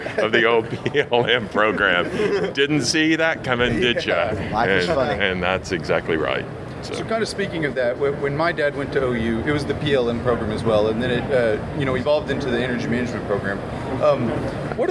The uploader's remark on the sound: Live from the NAPE Summit 2019